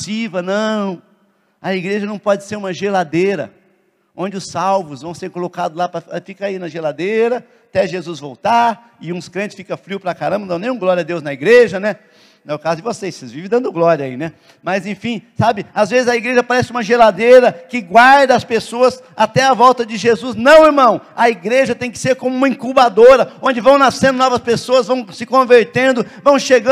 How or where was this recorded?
large echoing room